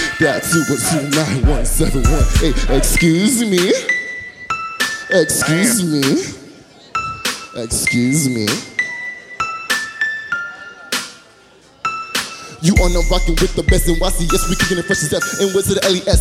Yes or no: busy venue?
yes